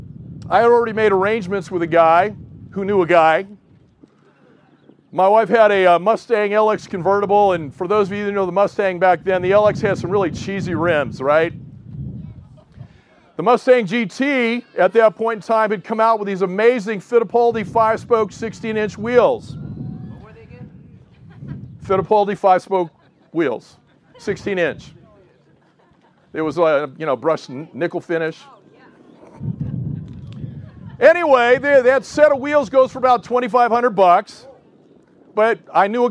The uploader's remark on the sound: Outdoor Easter Service. This is the first time in a long time that a large part of the South Bay Church will be able to get together IN PERSON!